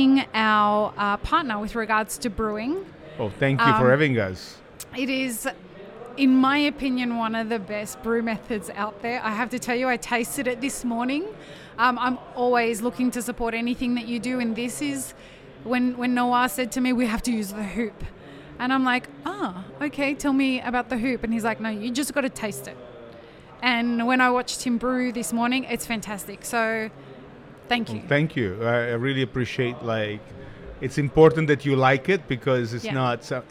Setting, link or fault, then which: setting, busy venue